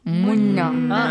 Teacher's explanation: If it has a tashdeed, again. Even if you close your mouth, okay, the sound, the voice, okay, just comes out from your nose. · Term: nasal sound